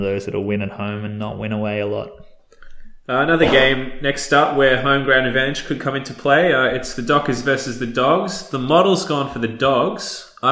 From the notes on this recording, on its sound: Despite the echo on the audio the boys are not in a cathedral